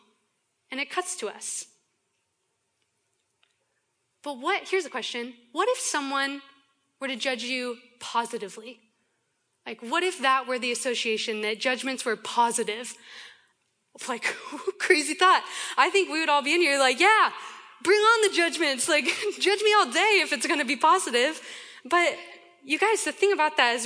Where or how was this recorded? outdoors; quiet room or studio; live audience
live audience